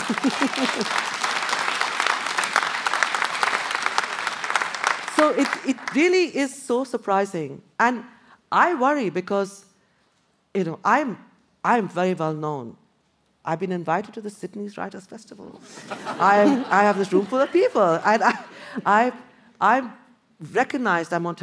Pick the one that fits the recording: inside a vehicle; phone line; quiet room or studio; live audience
live audience